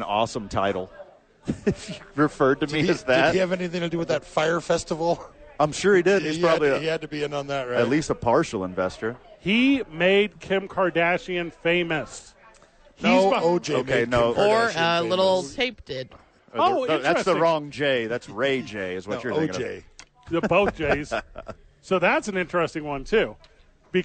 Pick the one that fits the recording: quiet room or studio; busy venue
busy venue